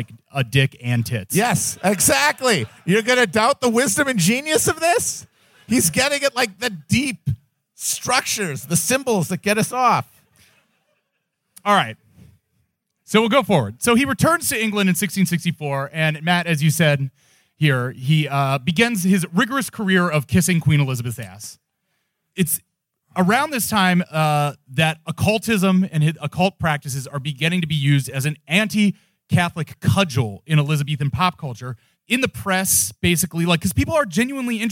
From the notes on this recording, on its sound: Our live show from the Hell on Earth launch party at Littlefield in NYC on 1/20/23.